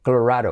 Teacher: Y la D como R suave, semiclave, Colorado. Puedes decir Colorado, pero nadie lo dice así, es Colorado.